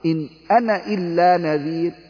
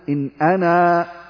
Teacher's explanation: الكلمة الأولى كلمة أنا، يعني كل أنا في كل القرآن الكريم، أنا في كل القرآن، مثل إن أنا إلا نذير، قلنا أنها أن هذه الكلمة تثبت وقفا، يعني إذا وقفت على كلمة أنا فأثبت الألف، أما إذا وصلتها بما بعدها فإنني أحذف الألف · Shown in: first take · إذا وقفت على كلمة أنا فأثبت الألف، أما إذا وصلتها بما بعدها فإنني أحذف الألف فأقول إن أنا إلا نذير، إن أنا إلا شايف، إنما عندما تقول تقف عليها تقول إن أنا. · Term: تحذف وصلا